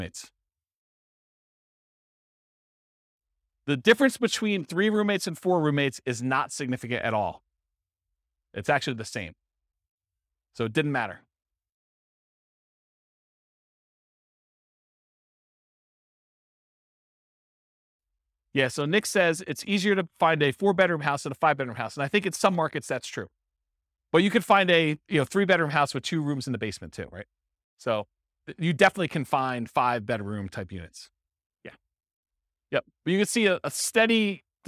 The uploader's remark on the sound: This was a live class recorded